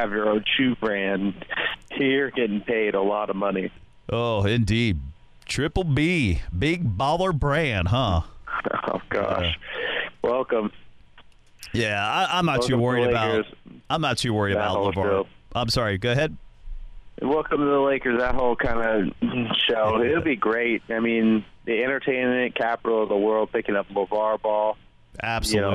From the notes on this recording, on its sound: phones in from the City